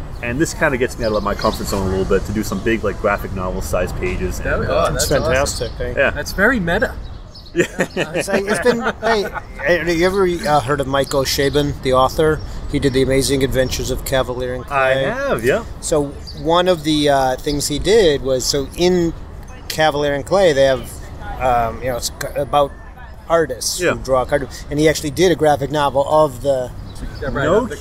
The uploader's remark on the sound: On the sidewalks of Boston complete with street noises!